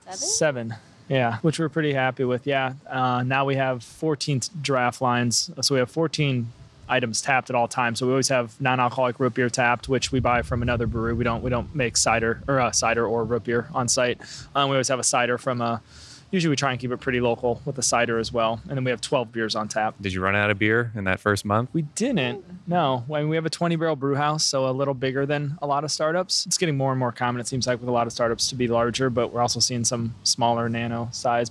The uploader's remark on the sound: Recorded on location at Wander Brewing, Bellingham, WA